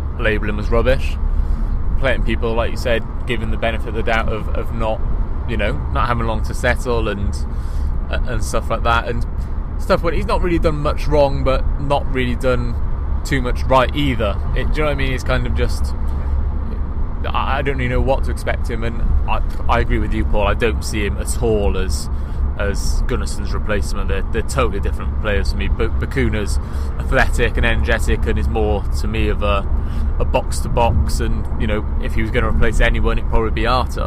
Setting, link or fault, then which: setting, inside a vehicle